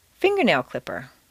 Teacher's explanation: Combine 3 things, finger plus nail plus clipper. Leave the stress on the first word, fingernail clipper. · Term: 3 word set phrase